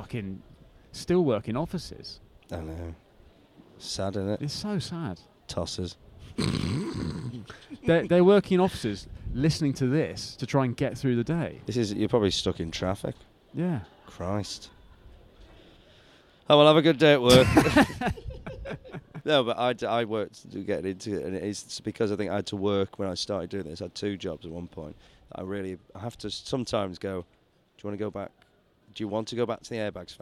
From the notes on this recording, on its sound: Sits down in the windiest area in Edinburgh.